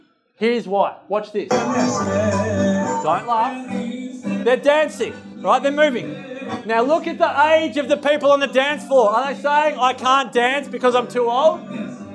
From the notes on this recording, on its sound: Live Recording Part 2. This recording from the event.